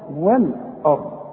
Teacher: ما دام اقول والارض الهمزه لازم ارققها اقول وال اقول والاء اللام رققها والهمزه رققها وفخم الراء